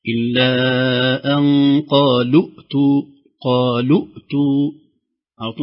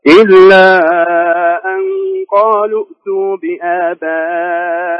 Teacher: إلا بنحذف إلا تحذف الواو في قالوا وندخل مباشرة للهمزة. إلا أن قالوا أعطوا مباشرة حذف الواو.